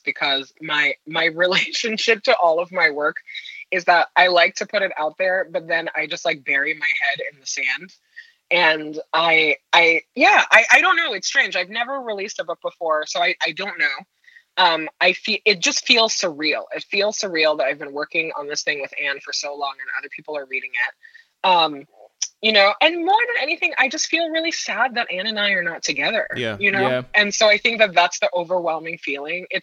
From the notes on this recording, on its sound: on the phone